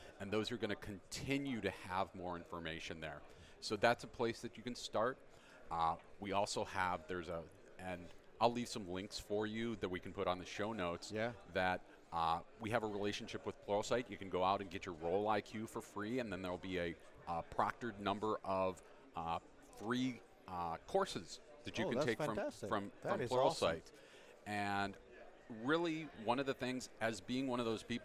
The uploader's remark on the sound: Live from Microsoft Ignite 2018. Here at Microsoft Ignite 2018.